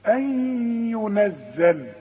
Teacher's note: عندك النون وبعدها الياء، والياء من حروف الإدغام، هنا حتغن